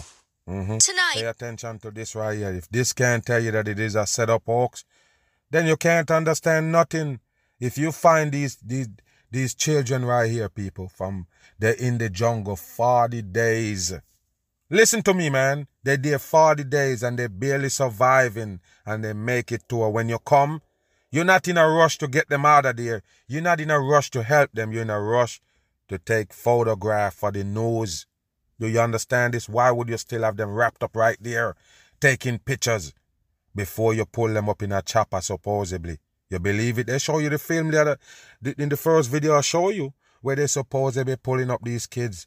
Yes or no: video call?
no